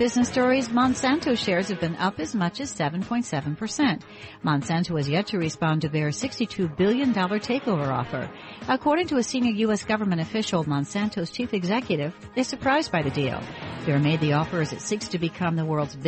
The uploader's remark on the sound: Broadcasting live from the BNY Mellon Asset Servicing Conference in Tuscon, Arizona.